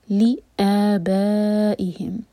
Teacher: علم والا لی آبائہم، لی آ لی کے بعد حمزہ پر فتحہ ساتھ میں الف، تو یہ ہے مد بدل اور حمزہ کا کٹ آف ساؤنڈ ہونا چاہیے. لی آبائہم، با مد متصل، چار حرکہ لمبا.